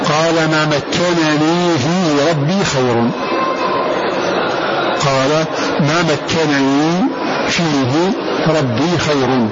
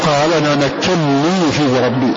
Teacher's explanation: فقرأ ابن كثير بإظهار النون